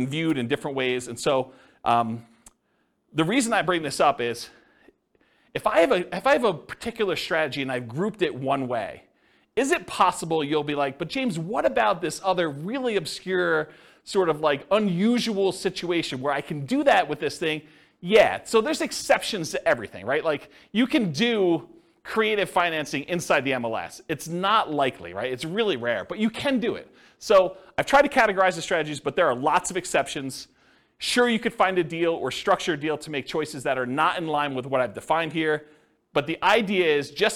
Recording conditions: live audience